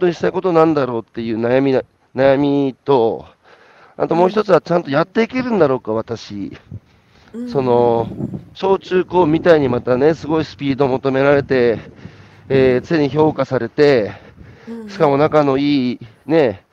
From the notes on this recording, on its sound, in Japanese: 歩きながら1時間、対談する